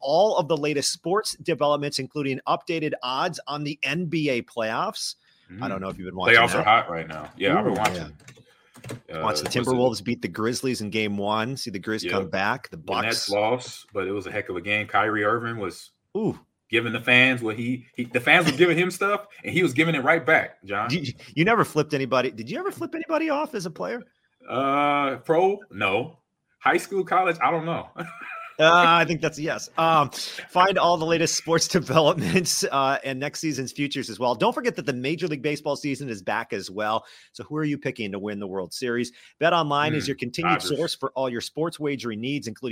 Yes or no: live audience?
no